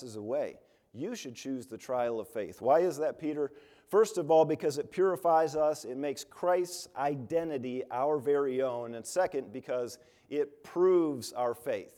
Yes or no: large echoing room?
yes